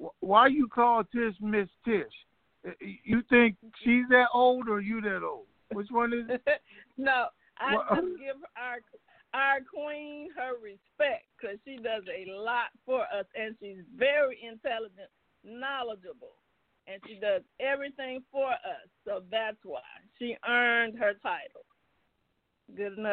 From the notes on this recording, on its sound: TNTSuperfantastic Conference Call